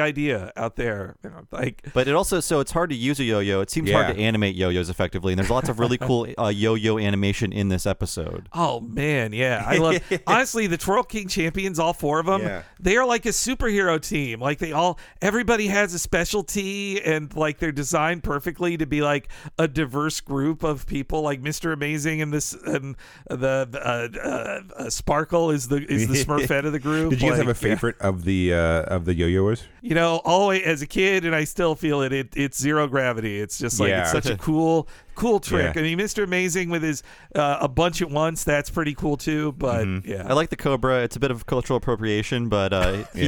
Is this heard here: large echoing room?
no